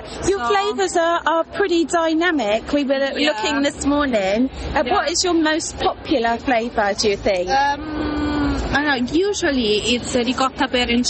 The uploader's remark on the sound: Podcast live from the Cake and Bake Show. It was a busy and noisy show, and they have done their best in the edit to muffle some of the background noise.